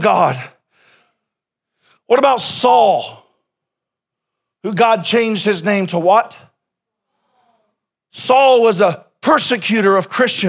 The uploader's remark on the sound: Sermon originally preached April 14, 2021